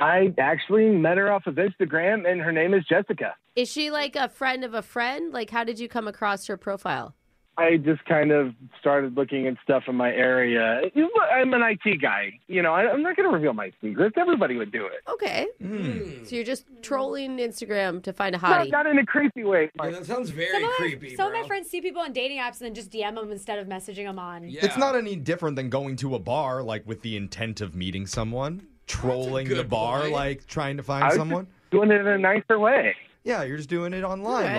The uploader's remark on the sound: the woman on the phone today